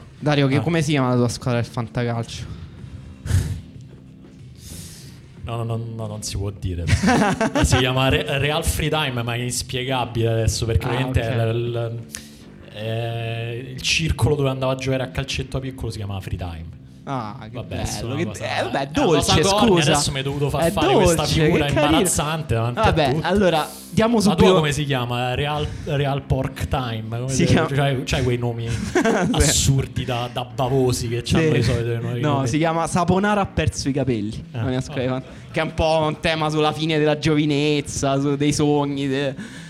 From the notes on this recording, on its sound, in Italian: Puntata di Pendolino registrata live all'Arci Subasio di Foligno